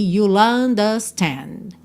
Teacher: Mas aqui temos I think you'll juntou pelo L ali, you'll understand